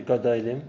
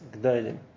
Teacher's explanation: The, the, the, the gimel, comets, change into a shva, because since you have to pronounce two syllables after that, so it's easier to turn the first one into a shva, and then you keep the stress on the second one · Shown in: second take